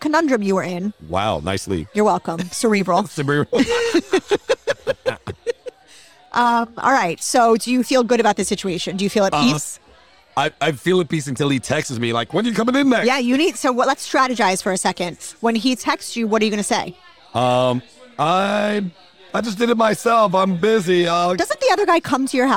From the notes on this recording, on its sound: Recorded at American Social Las Olas